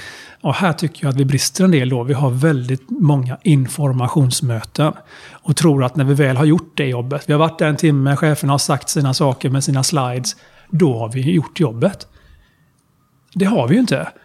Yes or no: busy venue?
no